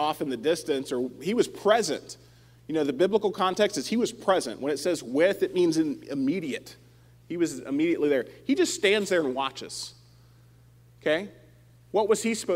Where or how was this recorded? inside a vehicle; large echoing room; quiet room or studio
large echoing room